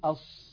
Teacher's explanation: عند الصاد تجده يضم ويزم شفتيه إلى الأمام · Term: استعمال الشفتين